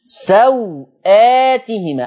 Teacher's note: الواو اللي قبل الهمزه مش هتتمد. قصر الواو يعني عدم المد مطلقا. لو انت بتقصر البدل اوعى تمد الواو.